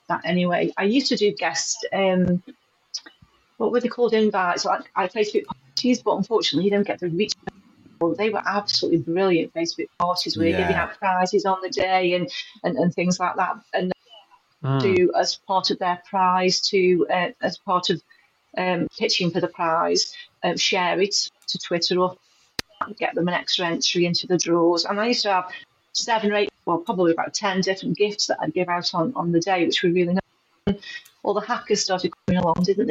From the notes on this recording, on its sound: Please note, we experienced some technical difficulties when recording this show. Apologies for any audio issues.